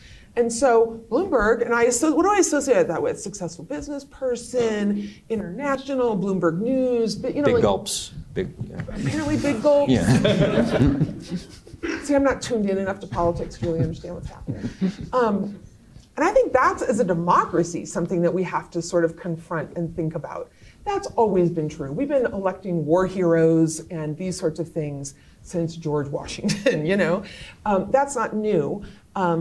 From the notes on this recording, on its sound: Panel discussion. Held at the University of Denver.